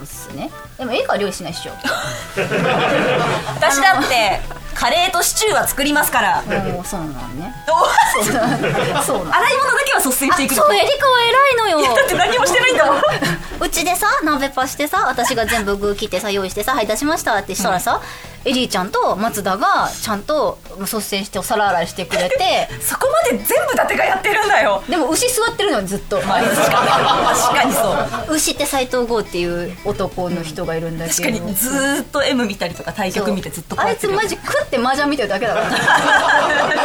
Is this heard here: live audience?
yes